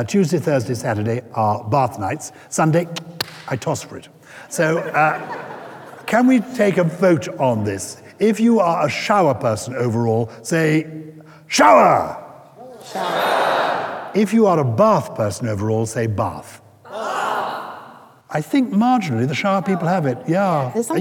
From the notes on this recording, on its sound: Highlights of the first live show of our 2021/2022 tour. We’re in Bath.